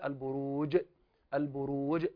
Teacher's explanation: نقلقل الجيم ولا نخرجها جيم